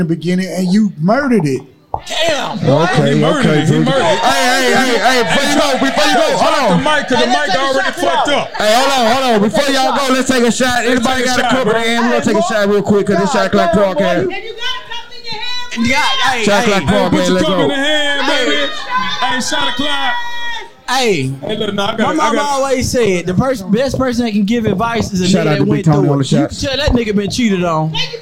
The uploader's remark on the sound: Rhythm Bar Houston Tx Live on Set. Very first Live Shoot on location.